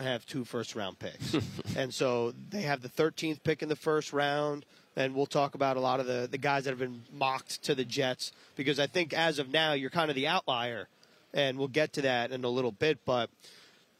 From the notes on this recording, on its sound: live from the 2023 NFL Combine